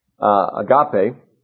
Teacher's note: The word for love in the chapter, you probably also know, is the Greek word agape, or agape, really. The accent is on the second syllable